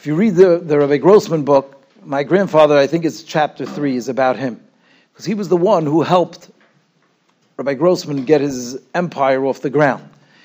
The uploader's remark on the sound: Shiur recorded in Yeshivas Ohr Reuven, Monsey, NY.